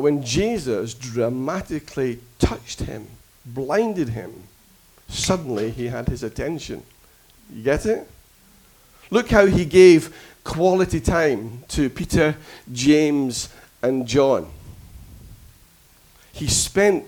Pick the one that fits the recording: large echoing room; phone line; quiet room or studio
large echoing room